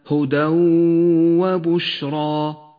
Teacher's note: طاسين في الآية التالية الإدغام بغنة في قوله تعالى هدى وبشرى يدغم التنوين بحرف الواو أما التنوين فإنه لا يلفظ ولذلك لون بالرمادي وأما الواو فتغن بمقدار حركتين ولذلك لونت بالأخضر